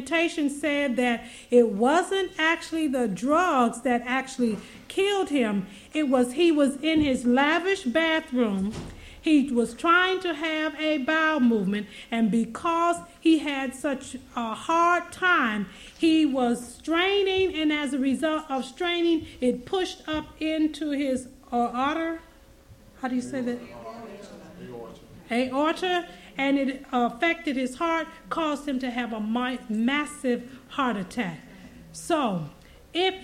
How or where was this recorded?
large echoing room